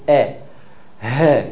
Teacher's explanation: من اقصى الحلق، من النقطه اللي هي بتاعه الحنجره · Term: الهمز والهاء